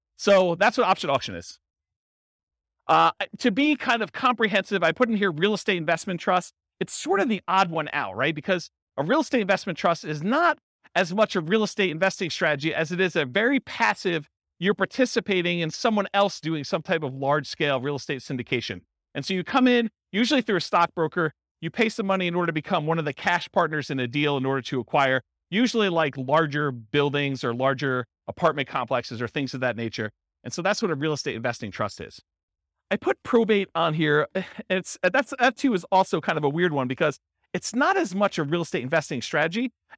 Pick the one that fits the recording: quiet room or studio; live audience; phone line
live audience